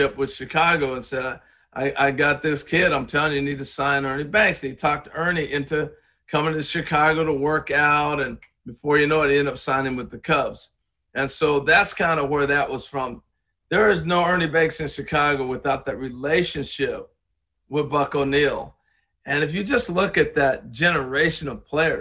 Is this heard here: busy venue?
no